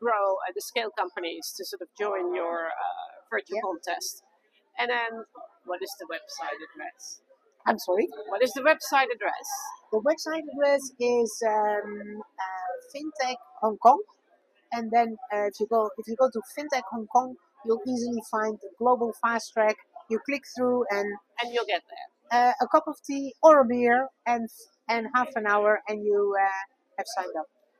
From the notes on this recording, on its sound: Amsterdam Fintech Week (XFW). Step into the heart of fintech innovation with our live coverage of Amsterdam’s Fintech Week (XFW)!